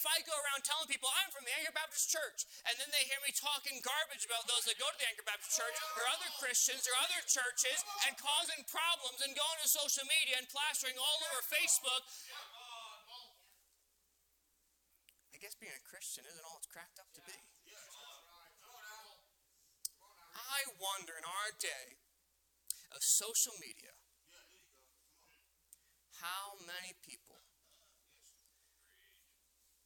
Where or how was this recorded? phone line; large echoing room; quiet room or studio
large echoing room